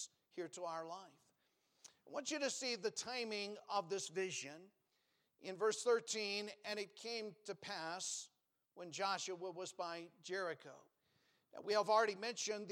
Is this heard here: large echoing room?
yes